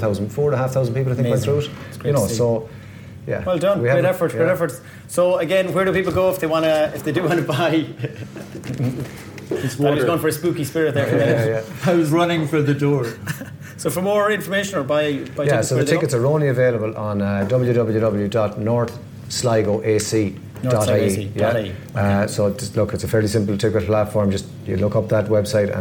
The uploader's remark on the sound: This episode was recorded in Lillies Cocktail Bar, Sligo